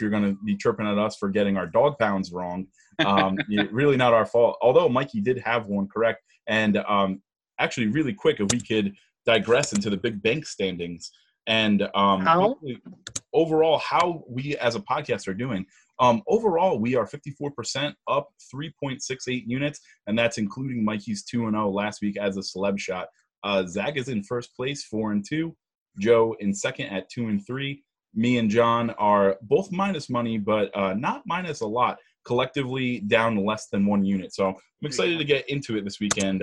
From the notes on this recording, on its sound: The gang is back together (remotely on Zoom).